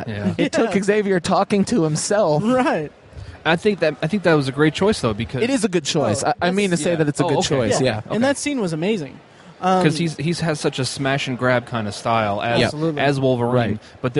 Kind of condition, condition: setting, busy venue